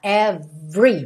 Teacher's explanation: Aqui não tem jeito, o R é enrolado mesmo. O E do meio ali de every não é pronunciado